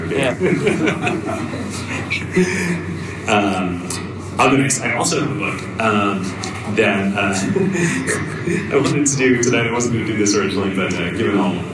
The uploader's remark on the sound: Our first-ever SF live show. In front of a packed house. Note: the audio quality is a little rough due to some A/V issues at the live show.